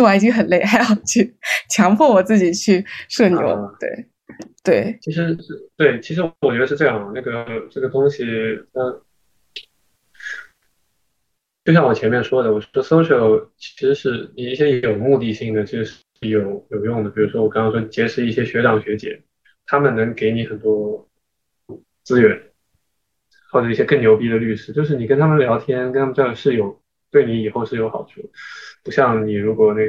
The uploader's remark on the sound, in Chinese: 本期节目为线上录制。